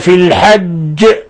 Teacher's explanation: هذه الجيم المشددة الموقوف عليها بالقلقلة يقال لها قلقلة كبرى لأن كل حرف مشدد موقوف عليه، فإنه إذا كان من حروف قطب جد فإنه يقلقل قلقلة كبرى.